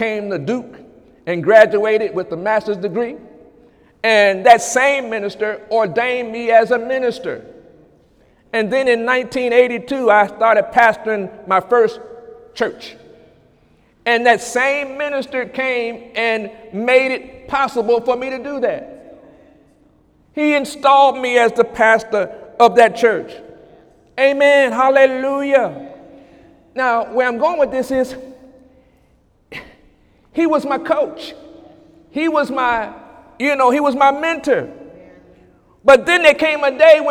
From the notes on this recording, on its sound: During Sunday morning service on July 16, 2017